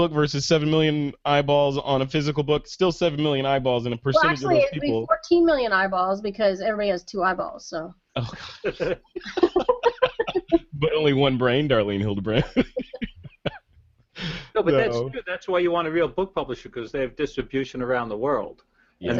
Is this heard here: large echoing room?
no